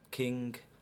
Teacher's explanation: That G is really quite strongly articulated.